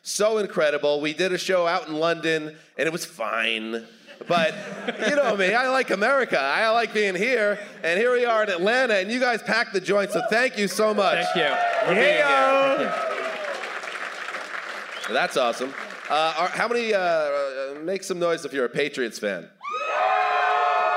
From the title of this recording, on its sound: Live from City Winery Atlanta!